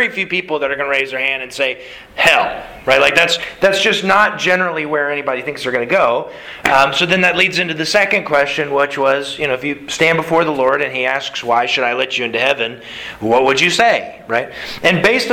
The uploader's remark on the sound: Sermon delivered to the Galena Bible Church Sunday September 5th, 2021.